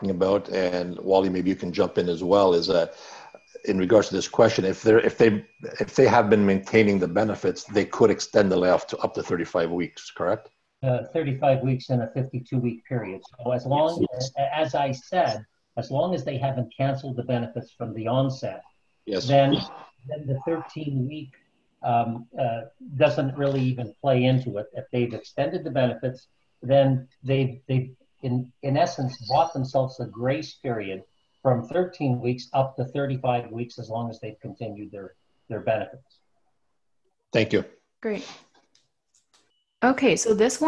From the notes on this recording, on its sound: we share a live webinar we hosted